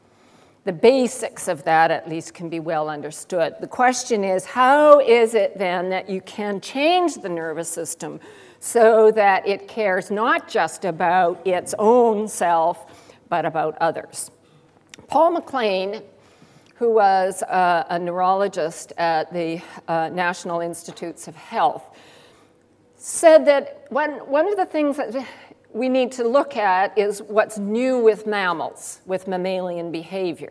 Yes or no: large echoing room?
yes